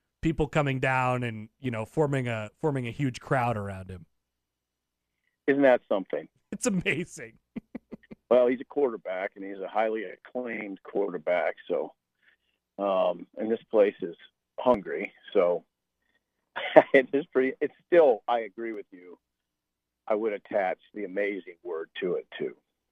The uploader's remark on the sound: calls us while driving